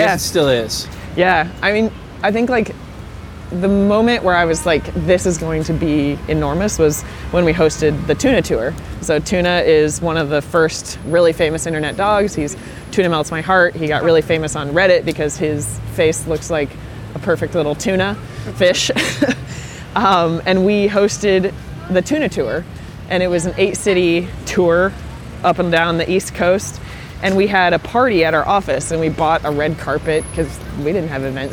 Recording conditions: outdoors